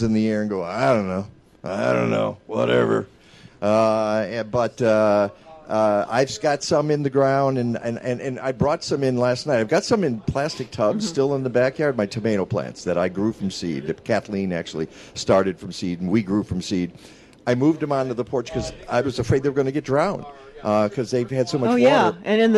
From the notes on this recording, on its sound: WCGO Radio is broadcasting live from Evanston's Custer Fair.